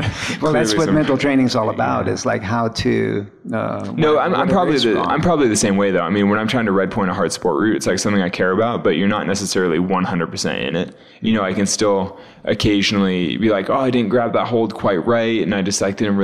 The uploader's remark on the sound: though I was running around The Salt Palace like crazy, I got it on tape for all of you to hear